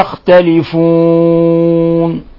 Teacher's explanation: ويختلفون أيضا تعامل معاملة المد العارض للسكون، النون تسكن حالة الوقف، وبما أنه سبقها واو وهو حرف مد، فحرف مد لقي سكونا حالة الوقف فإنه يعامل معاملة المد العارض للسكون، فيمد حركتين أو أربع حركات أو ست حركات عند سائر القراء.